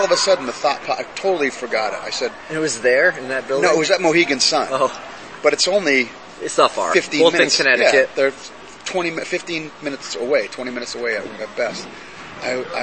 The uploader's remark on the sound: This supplementary podcast was compiled of audio recorded on the ride to, at, and ride home from CES MMA 32. This CES event was the first event we covered live in an "official press" capacity.